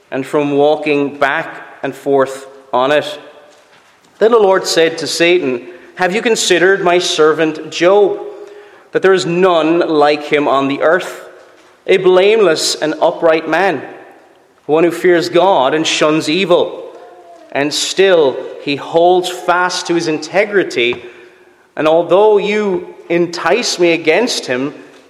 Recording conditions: large echoing room